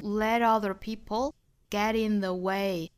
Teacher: 一般来说会把这个 t 发成一个 flap t 了